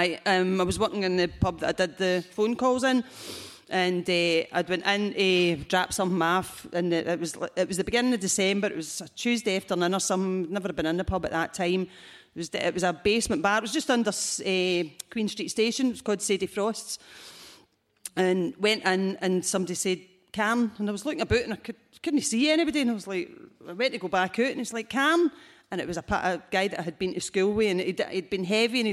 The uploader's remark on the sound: Live at St Luke’s. The first ever Blethered Live show at St Luke's.